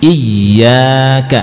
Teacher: saat kita mengucapkan ya bertasydid, betul-betul bagian tengah lidah itu dinaikkan.